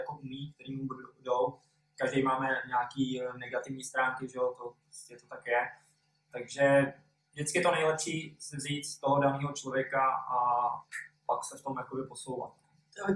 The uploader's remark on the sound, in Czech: Omlouváme se za horší zvukovou stopu.